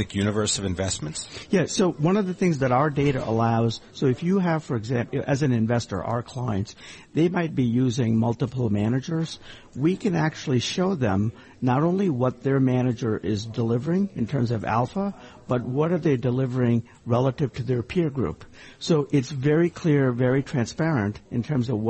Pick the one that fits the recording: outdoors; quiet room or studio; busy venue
busy venue